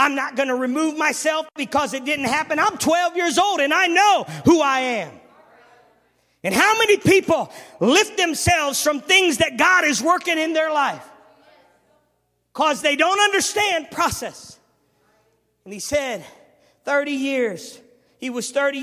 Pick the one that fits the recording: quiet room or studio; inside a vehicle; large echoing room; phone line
large echoing room